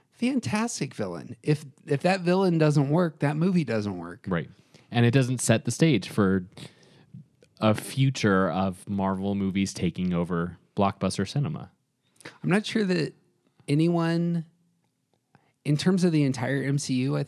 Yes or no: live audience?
no